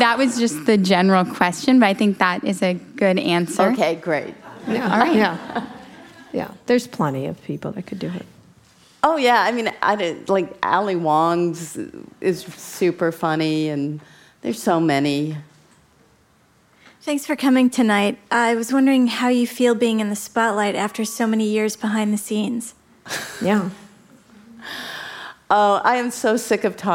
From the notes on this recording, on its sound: In front of a live audience in San Francisco.